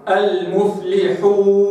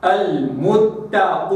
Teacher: في الآخر ميم، فإذا وقفت على نون ساكنة في نهاية الكلمة لابد أن أظهر النون وأن تكون أو تكون الشفتان في وضع فتح وليس في وضع إغلاق أو إطباق